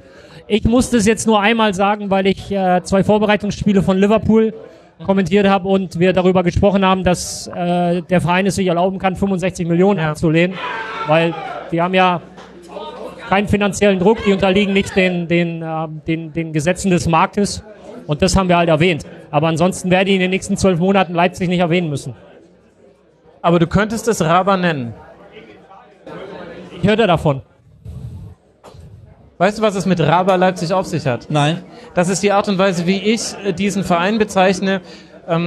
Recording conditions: live audience